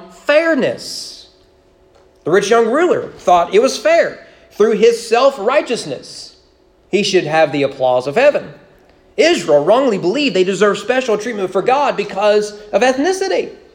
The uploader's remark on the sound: Sermon preached at East Frankfort Baptist Church on March 14, 2021 during morning worship.